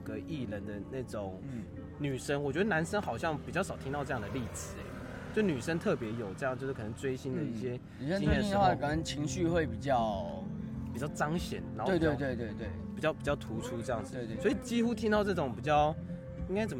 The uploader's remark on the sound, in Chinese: 野外錄出。在意音質者請注意！！！！錄音來自2020年漂遊者音樂祭現場收音。